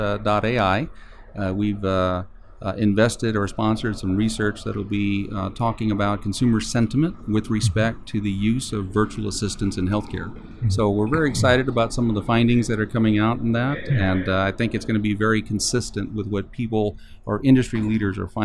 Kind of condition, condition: setting, busy venue